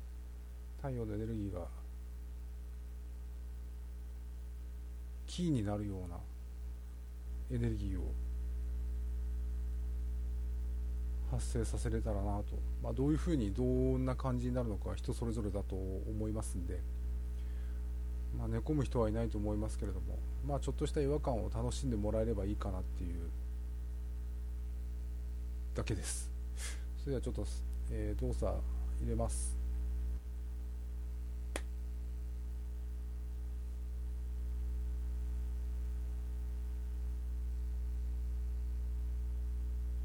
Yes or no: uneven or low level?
yes